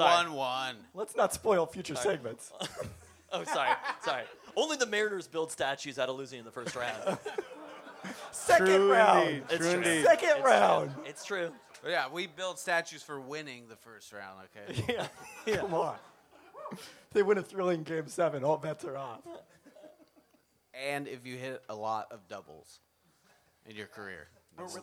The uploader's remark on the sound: During Peltoncast Live Spring 2023